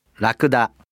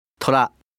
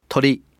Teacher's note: en japonés la lengua toca el paladar una sola vez, casi como si dijeran una D o una L · Term: La R japonesa